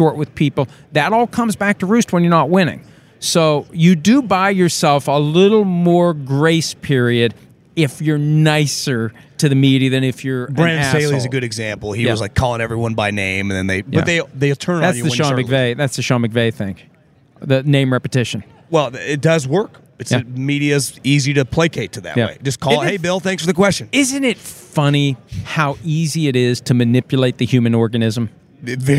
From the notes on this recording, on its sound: Live from the NFL Combine.